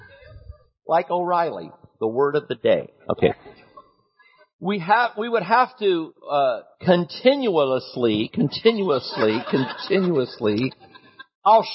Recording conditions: large echoing room